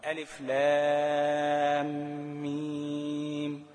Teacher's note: اخر حرف في كلمه ميم الميم ساكنه عشان وقفت عليها · Term: سكون عارض